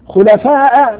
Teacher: مد متصل لوقوع الهمز بعد حرف المد في نفس الكلمة